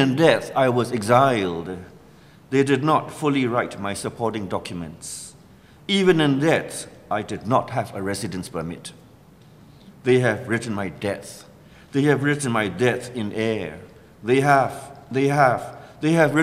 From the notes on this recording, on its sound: Reading two poems at the 2013 PWV event "Burma: Bones Will Crow".